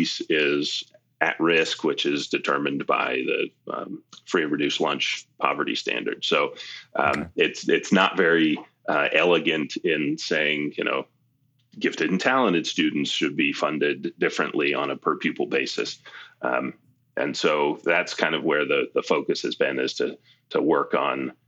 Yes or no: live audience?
no